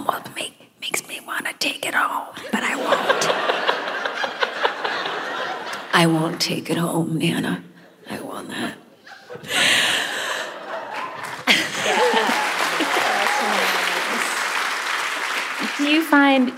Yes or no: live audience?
yes